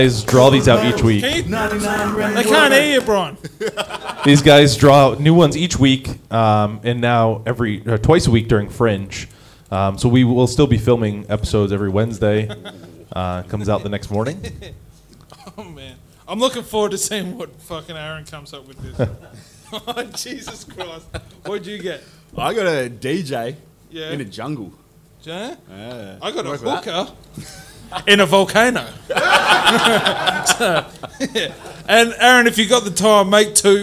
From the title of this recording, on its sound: LIVE SHOW #1 Fringe 2021